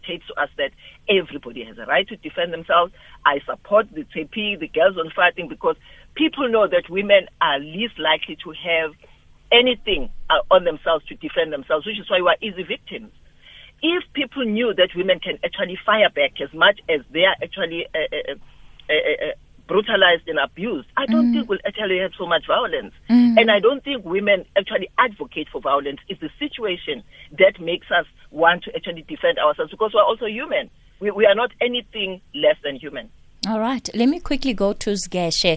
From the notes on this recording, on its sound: SHE IS ON THE LINE